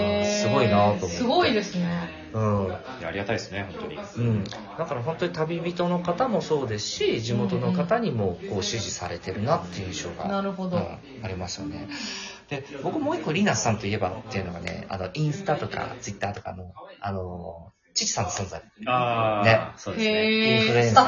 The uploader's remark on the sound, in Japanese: 富山総曲輪のインキュベーション施設HATCHよりお届けしています。オープンスペースでの収録となり、雑音が入っておりますがご了承下さい。